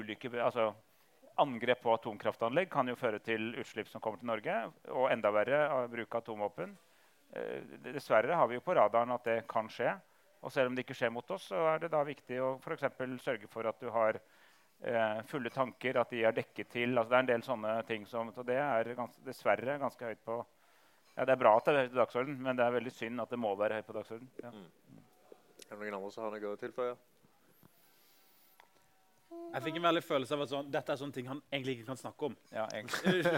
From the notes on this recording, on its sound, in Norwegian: Dette er andre episode i Tullete Alvor X YATA sin egen live-podcastserie!